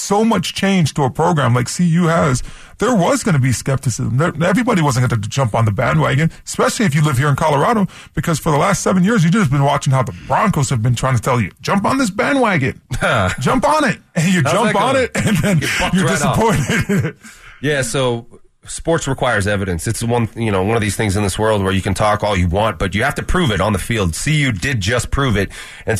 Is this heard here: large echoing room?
no